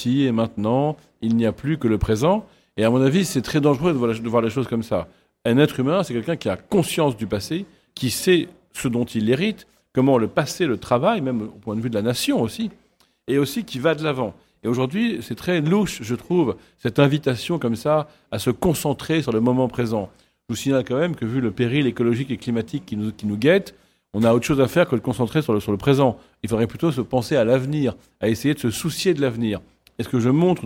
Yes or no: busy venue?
yes